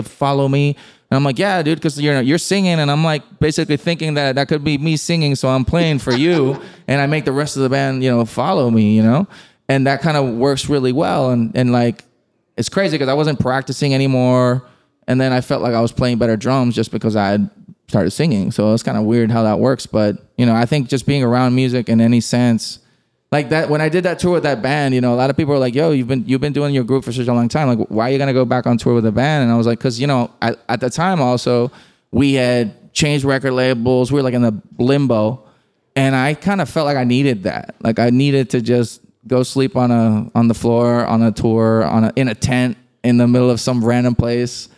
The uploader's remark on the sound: From the heart of Hollywood at the beautiful Gibson Guitars Showroom. At an unforgettable live event.